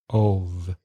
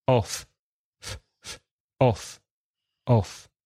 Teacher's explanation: it's just air passing your teeth, passing your lips. So there's no vibration in the throat. · Shown in: second take · Listen, off, f, f, off, off.